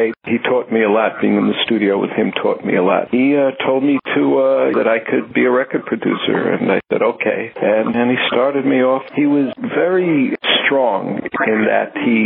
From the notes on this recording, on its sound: This interview recorded over the telephone was done a few years back.